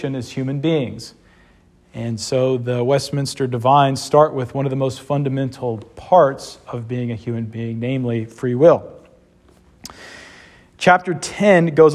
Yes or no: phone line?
no